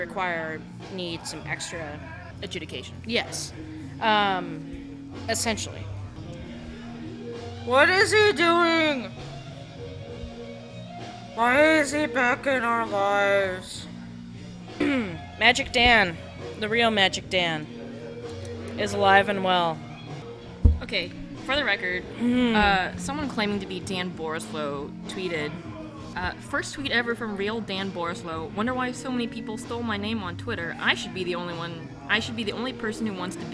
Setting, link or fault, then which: setting, busy venue